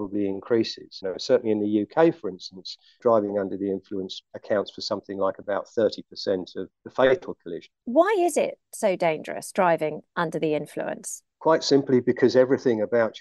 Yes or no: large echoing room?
no